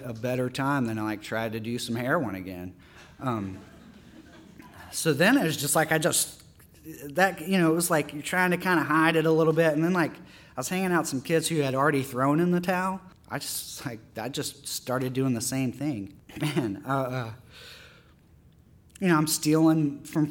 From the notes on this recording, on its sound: His story was recorded at our September 2014 live storytelling event, “All Y'all: Under the Influence.”